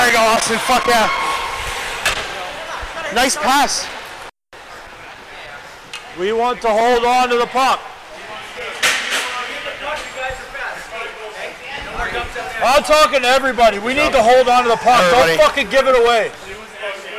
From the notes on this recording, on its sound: Technical difficulties while recording and scheduling conflicts burned the Beers in The Lot guys this week. "mic'd up" audio captured during the 16th annual Old Fat Bald Guys Ice Hockey Tournament this past July. Fair warning, this episode does not live up to our normal audio quality standards.